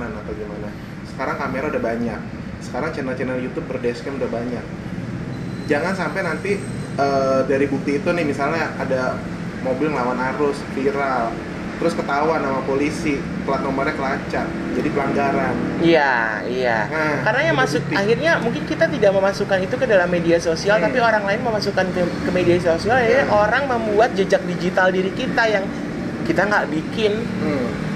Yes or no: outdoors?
yes